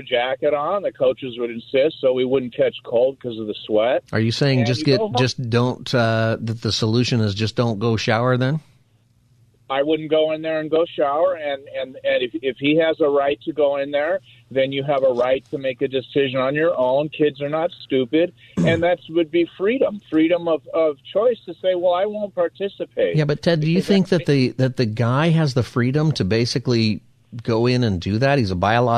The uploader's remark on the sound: Open Phone Friday Continues! Giving listeners the chance to speak on any topic!